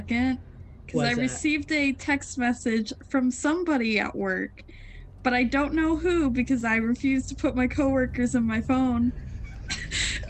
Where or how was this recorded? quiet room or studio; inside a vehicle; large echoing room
inside a vehicle